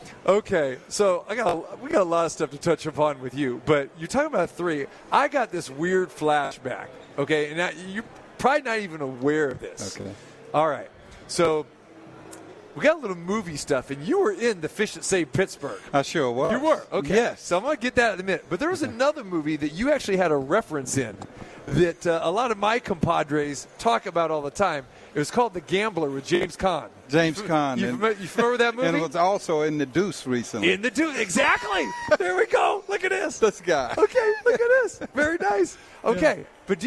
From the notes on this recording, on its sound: Live From The NBA Summer League at the Thomas and Mack